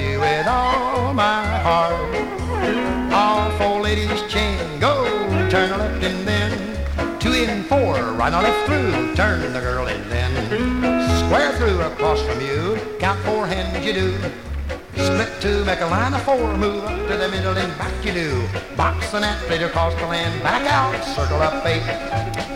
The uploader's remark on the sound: 1964 Blue Star Jubilee Square Dance held in the Sam Houston Auditorium